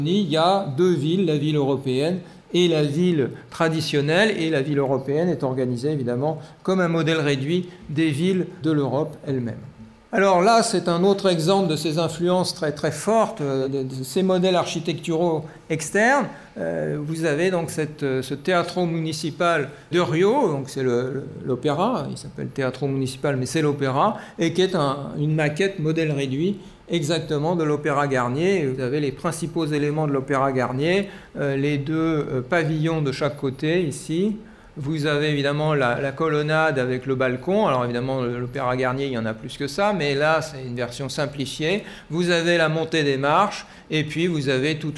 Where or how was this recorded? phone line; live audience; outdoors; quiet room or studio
live audience